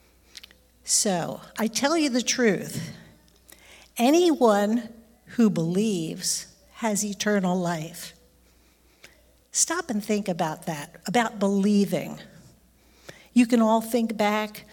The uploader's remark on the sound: recorded live on Sunday, January 15th, 2023, at Newark United Pentecostal Church.